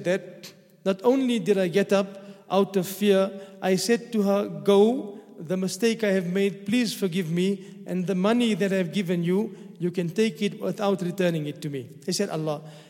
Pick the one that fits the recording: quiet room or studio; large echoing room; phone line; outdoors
large echoing room